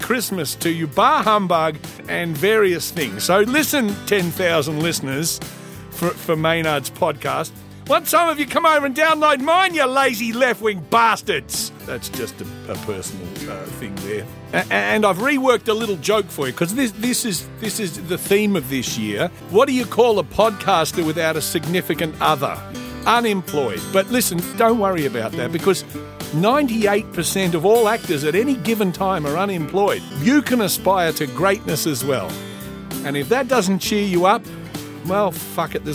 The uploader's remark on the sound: Xmas show from outside his local bottle shop.